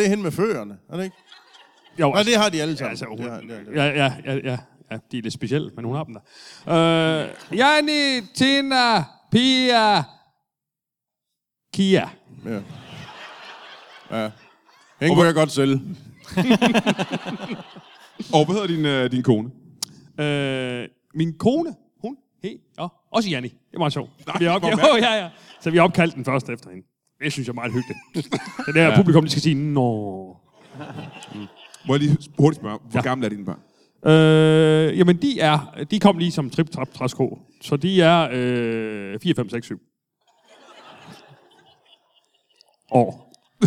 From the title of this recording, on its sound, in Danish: LIVE fra Esbjerg